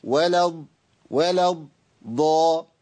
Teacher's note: يعني أنا بص بقى حضراتكم، أنا عندي واو لام دول هينطقوا، الألف اللي بعد اللام لا ينطق، وهمزة الوصل اللي هي الألف على رأس الصاد دي لا تنطق، واللام لا تنطق، كل دول ثلاثة لا ينطقوا. بنتقل من بعد الواو واللام إلى الضاد المشددة أولها ساكن · Term: اللام مدغمة